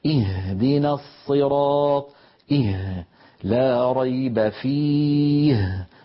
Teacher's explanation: فالوتران قريبان من بعضهما والهاء صوتها قوي. اهدنا الصراط لا ريب فيه، فنجد بأن صوت الهاء واضحا.